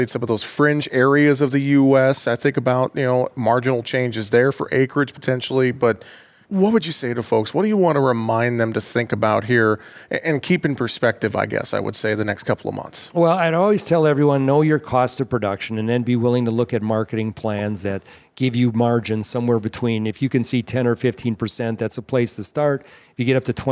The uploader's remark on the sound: We are broadcasting live from AgMarket.net's Farming for Profit, Not Price Conference in Nashville, TN.